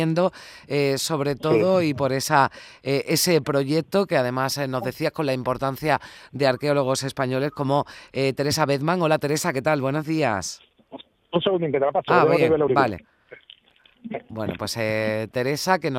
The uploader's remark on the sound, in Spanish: en directo desde Deir El Bahari en Luxor